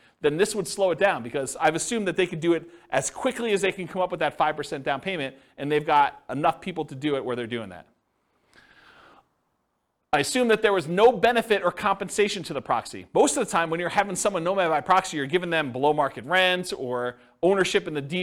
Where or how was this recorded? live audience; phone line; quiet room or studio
live audience